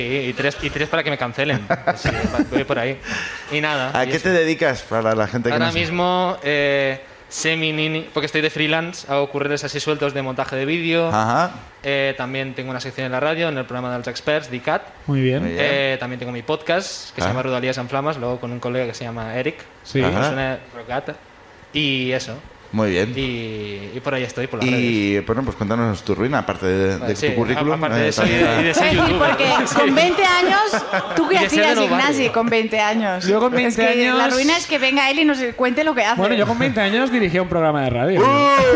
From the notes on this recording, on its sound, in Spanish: El público también sube a contarnos